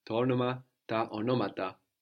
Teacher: we also move the accent forward when we add that extra syllable